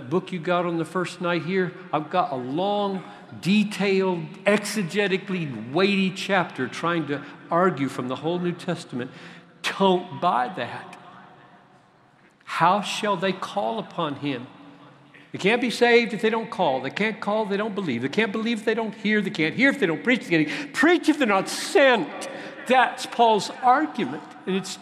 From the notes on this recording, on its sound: At the CROSS Conference in Louisville, where thousands gathered to discern their call to the nations.